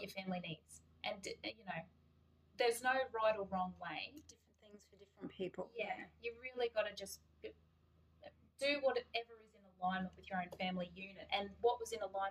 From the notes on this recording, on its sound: Due to the inability to record in the studio at this time the current episodes may sound less &apos;produced&apos. Due to the inability to record in the studio at this time the current episodes may sound less 'produced'.